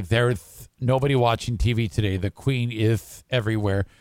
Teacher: the tongue is flying out of his mouth on any S · Term: lisp